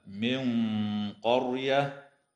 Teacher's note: وتخفى النون الساكنة عند القاف مع الغنة مفخمة في قوله تعالى: من قرية، ويظهر التنوين عند الهمزة في قوله